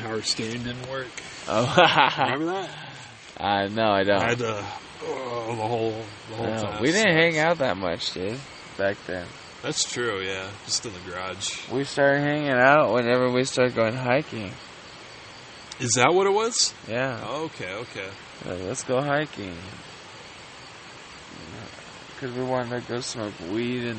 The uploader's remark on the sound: In the woods on their first backpacking trip discussing the day and smoking a ton of weed.